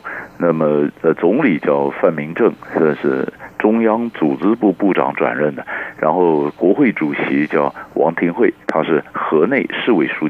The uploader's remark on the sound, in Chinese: 連線訪問